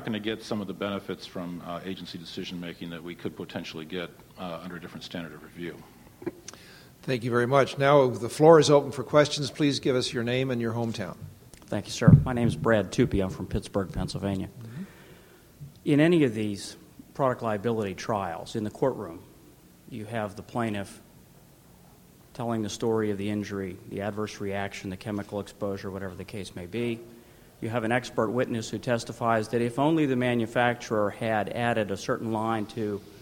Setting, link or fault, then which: setting, live audience